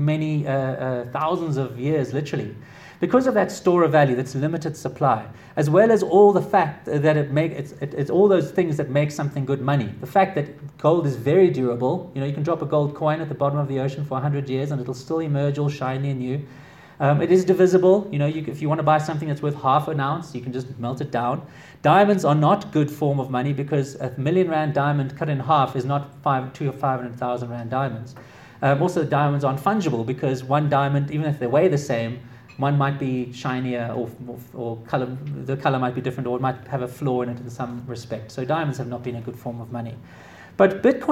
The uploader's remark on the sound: Delivered to the Association of Corporate Treasurers of South Africa in Johannesburg, South Africa, February 2017.